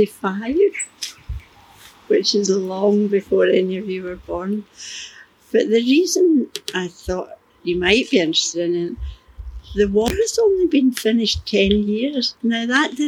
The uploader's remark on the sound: In 2021 Today Museum Parkhead took to the streets of Glasgow's Eastend to 'walk and talk' with local residents. Our one-to-one sessions allowed us to gather LIFE stories as part of our Creative Communities residency for Glasgow Life.